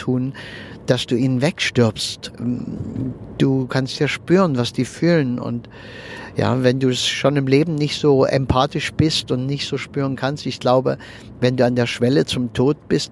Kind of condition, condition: setting, inside a vehicle